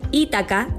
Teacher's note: en español se pronuncia habitualmente como palabra esdrújula, de acuerdo con el étimo latino